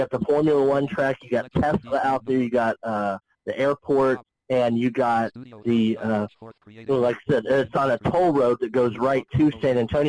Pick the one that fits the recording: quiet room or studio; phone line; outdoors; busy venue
phone line